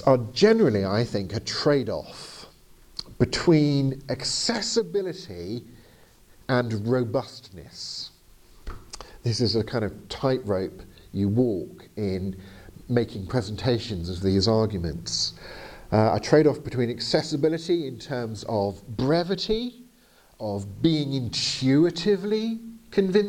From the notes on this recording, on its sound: Arguing for God (Oslo, 2022). As delivered to the apologetics class at Fjellhaug International College in Oslo.